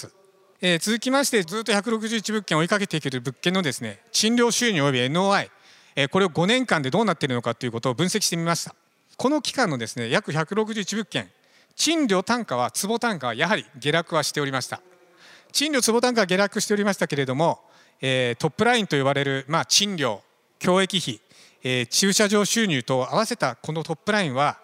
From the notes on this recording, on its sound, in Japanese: 日本賃貸住宅投資法人 IRセミナー1月28日に東京証券取引所で開催した J-REITファン2017 に登壇した 日本賃貸住宅投資法人 のIRセミナーをダイジェスト版でお送りします。